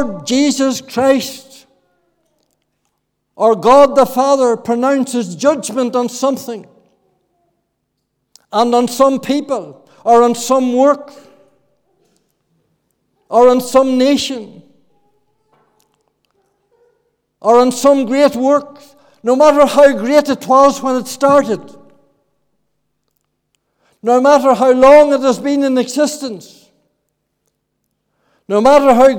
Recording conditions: large echoing room